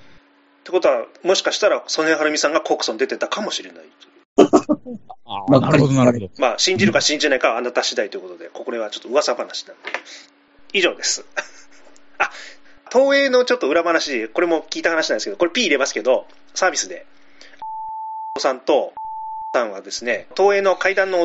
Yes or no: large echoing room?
no